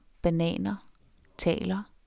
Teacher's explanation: R kan også forsvinde som selvstændig lyd, men sænker til gengæld den foregående vokal.